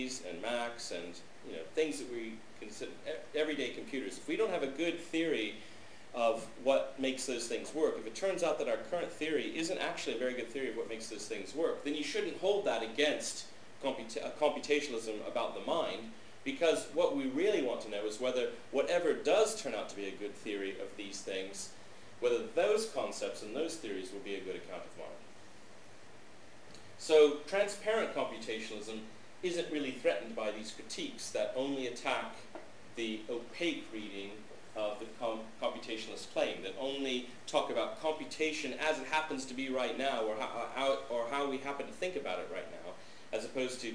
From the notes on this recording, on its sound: This lecture, given at the University of Skövde on October 19th, 2006